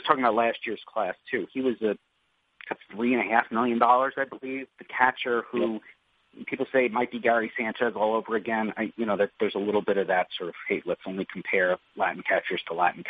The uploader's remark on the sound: in an ESPN media conference call